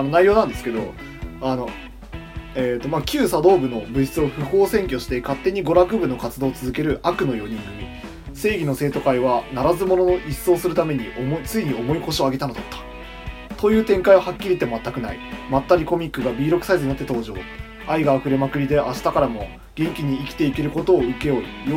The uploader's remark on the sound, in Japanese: 録音機材：iPhone7